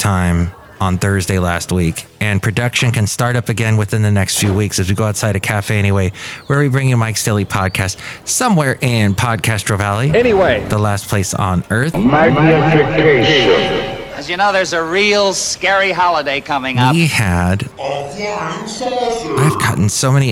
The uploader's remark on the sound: podcasts live from Café Anyway